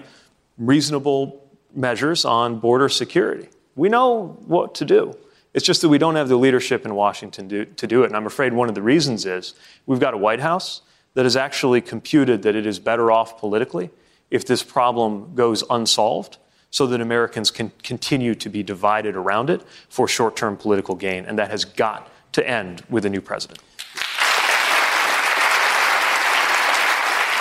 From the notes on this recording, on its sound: Questions from students and young New Hampshire Democrats during a live town hall.